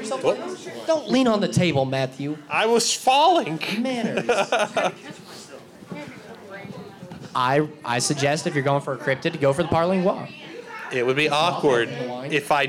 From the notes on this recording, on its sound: Halloween Live from Pour Brothers Brewery. Pour Brothers Brewery live show.